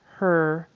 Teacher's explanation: It was a long E and then an uh. So he's not getting his tongue up and back the way it needs to be to have a good er. · Term: vocalic er